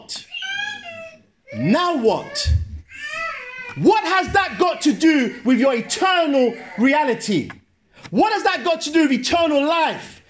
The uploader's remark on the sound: Sermon preached at Great Brikklin Street, SDA Church on January 19th 2019.